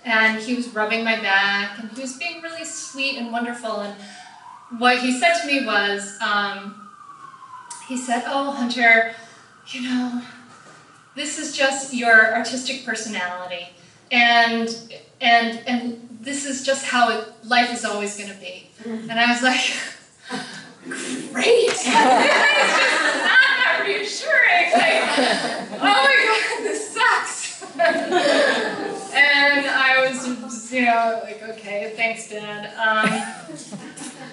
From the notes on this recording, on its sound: Taken from a live talk I did last October at the Mindful Mom Revolution event. Taken from a live talk I did last October at the Mindful Mom Revolution event.